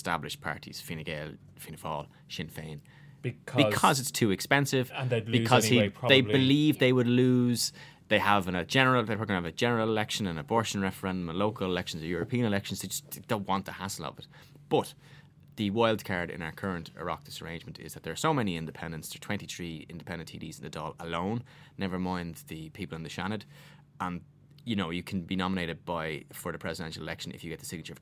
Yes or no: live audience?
no